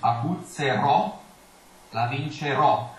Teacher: because it has an accent, the stressed syllable is that last syllable and then the O actually opens